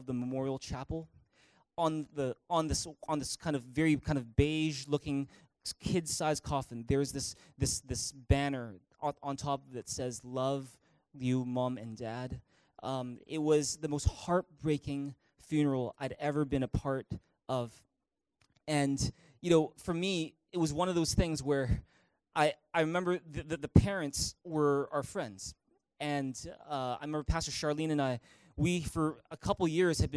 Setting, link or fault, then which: setting, large echoing room